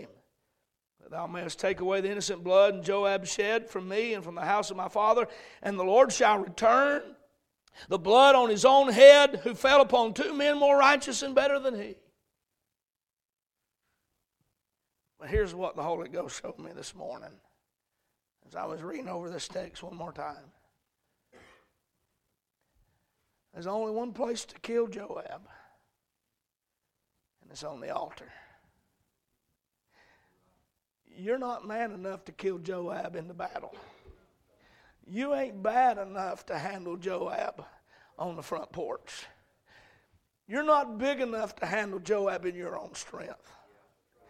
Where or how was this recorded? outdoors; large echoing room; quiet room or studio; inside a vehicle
large echoing room